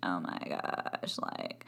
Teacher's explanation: when you speak in vocal fry, it resembles this like gravelly, toneless, crunching sound